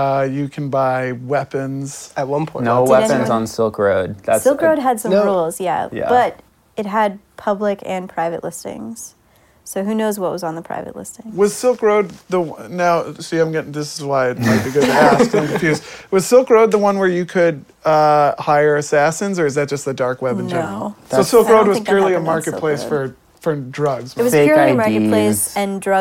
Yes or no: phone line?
no